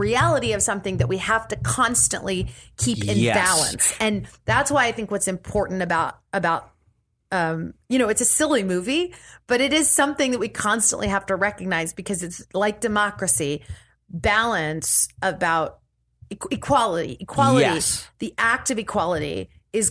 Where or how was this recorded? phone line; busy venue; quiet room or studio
quiet room or studio